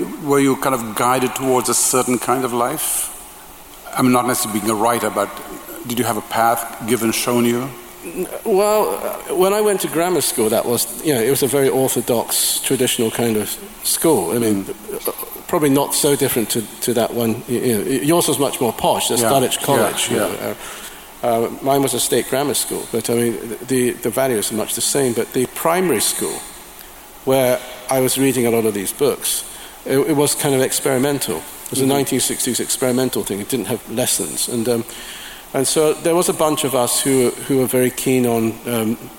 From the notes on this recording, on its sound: As part of Man Booker 50 festival at Southbank Centre. Each section was introduced by a slideshow of photographs selected by the pair. Here in the recording, each slideshow has been replaced with a short musical interlude.